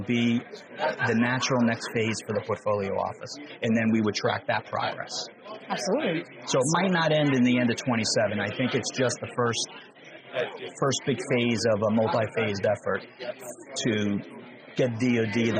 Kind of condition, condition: setting, busy venue